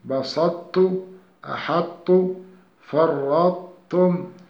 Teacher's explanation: أن الطاء من حروف الاستعلاء والإطباق والتاء من حروف الاستفال والانفتاح، تسقط ذات الطاء عند ضغامها في التاء ويبقى منهما صفة الاستعلاء والإطباق، فلم تكتمل الشدة، ولذلك كان إضغاما ناقصا ولا غنة فيه.